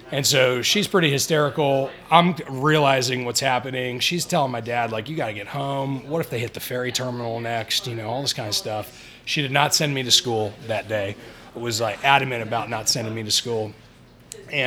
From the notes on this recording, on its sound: originally recorded at The Ellijay Cigar Lounge on the evening of Sept.